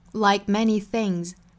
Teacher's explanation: like 后面这个 k 的发音做不完全爆破